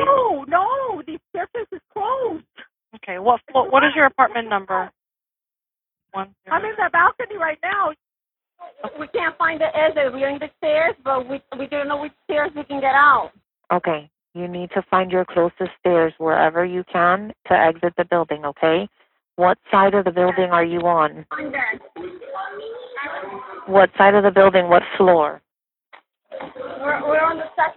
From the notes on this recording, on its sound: We hear the tragedy unfold in real-time, through 911 calls, police body cam footage, fire rescue dispatch audio, interviews with survivors, eyewitnesses, and family members.